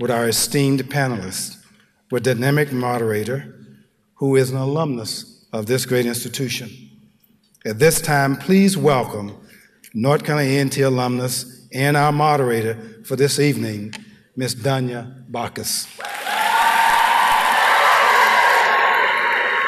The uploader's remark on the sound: A LIVE, unfiltered conversation. From the nation's largest HBCU--North Carolina A&T where the ladies participated in a Chancellor's Town Hall entitled "Women's Issues".